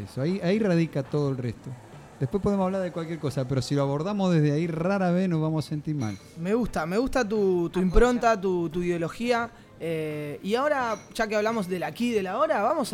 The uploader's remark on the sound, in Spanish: "All you eat is love" queda en Carrer de la Marina 52 (Bcn). Todo el publico que se hizo presente para compartir una tarde/noche de radio en vivo.